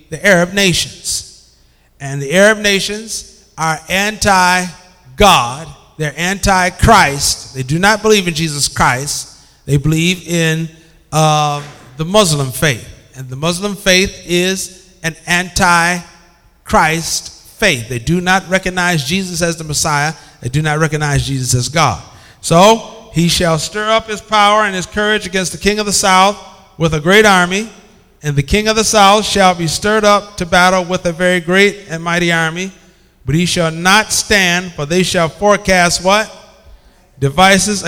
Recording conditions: large echoing room